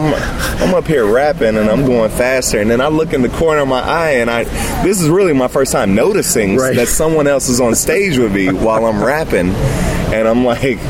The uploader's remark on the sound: At the 2016 Wild Goose Festival in Hot Springs, NC